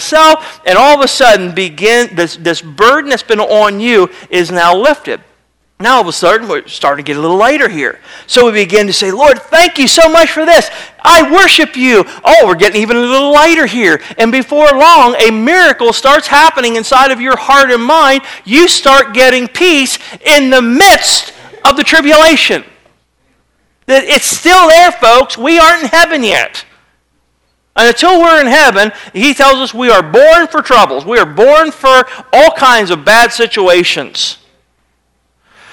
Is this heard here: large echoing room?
yes